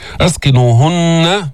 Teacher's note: لابد من بيان الغنة في النون المشددة